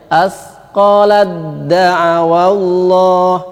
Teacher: Huruf pertama yakni ta dimasukkan ke dal. Caranya adalah sukunnya dihilangkan, kemudian huruf yang kedua ditasdid. Nah, sehingga seakan-akan taknya hilang. · Term: idgham kamil